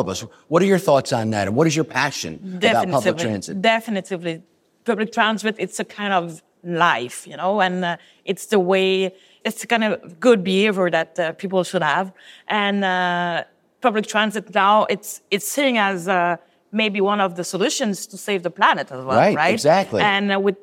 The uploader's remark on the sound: interview recorded at the UITP Global Summit in Barcelona